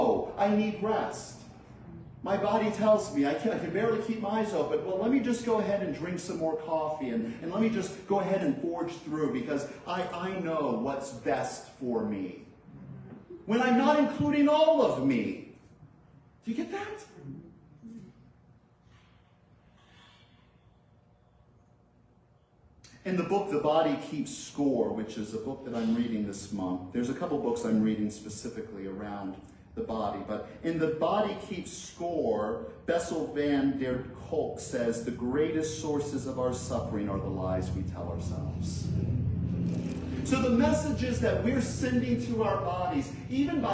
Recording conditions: large echoing room